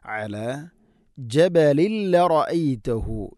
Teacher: അലാ ഐൻ തൊണ്ടയുടെ മധ്യഭാഗമാണ് അതിൻ്റെ മഖ്റജ്. അലാ ജബലിൽ റഅയ്തഹു, ജബലിൻ, ജബലിൻ തൻവീൻ ശേഷം ലാം ഇദ്ഗാം ബിലഗുന മണിക്കാതെ കൂട്ടിലയിപ്പിക്കണം.